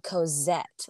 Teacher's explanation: if you were in France, you'd probably say Cosette, like with a Z sound